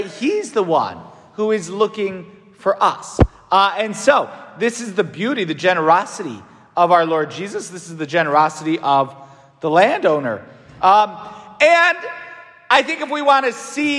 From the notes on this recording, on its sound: St Francis Catholic parish homily preached by Fr.